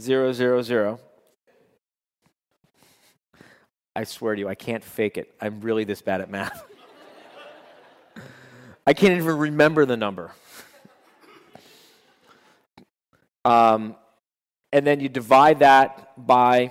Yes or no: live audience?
yes